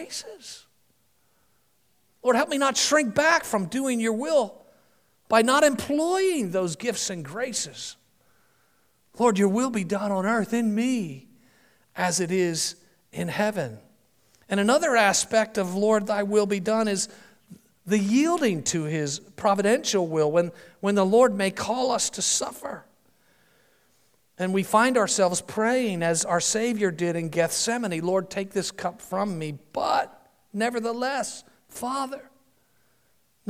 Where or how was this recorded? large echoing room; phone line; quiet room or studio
large echoing room